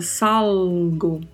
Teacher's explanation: a pronúncia é com este L tocando o céu da boca